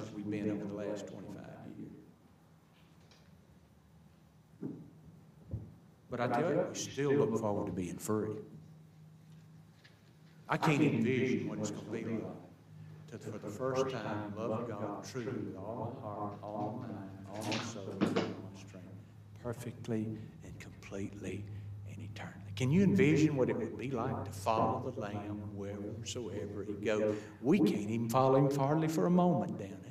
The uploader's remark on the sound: THE AUDIO HAS A BAD ECHO, BUT CAN STILL BE HEARD. We apologize for this issue due to a software glitch.